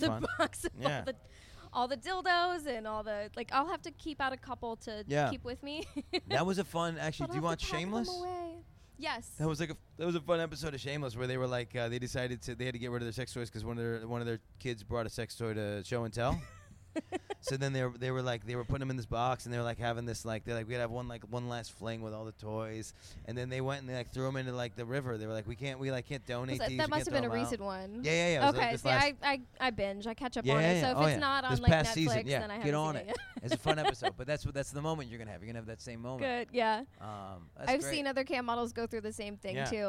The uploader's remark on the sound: sit down at Exxxotica